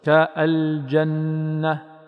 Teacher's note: الأكثر غنة هو الحرف المدغم، النون المدغمة المشددة